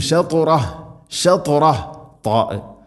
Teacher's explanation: ത ഉച്ചരിക്കുമ്പോൾ നാവിൻ്റെ മധ്യഭാഗം അണ്ണാക്കിലേക്ക് ചേർന്ന് നിൽക്കണം